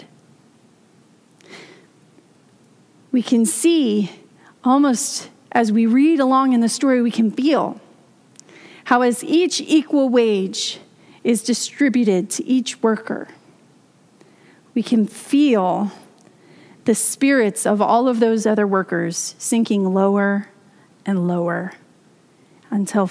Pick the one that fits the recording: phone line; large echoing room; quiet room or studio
large echoing room